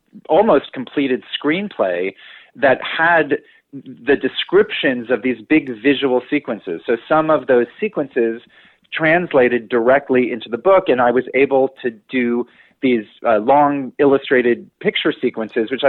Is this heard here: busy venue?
no